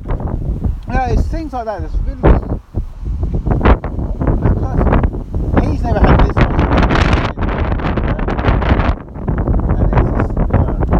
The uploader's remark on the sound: Windy windy windy. As the title says, it’s a very windy evening, which explains the short run time. Apologies for the bad weather, next ep will sound better!